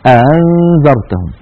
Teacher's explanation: فإن كانت حركة الهمزة الفتحة يكون تسهيلها بين الهمزة المحققة والألف · Term: الهمزة المسهلة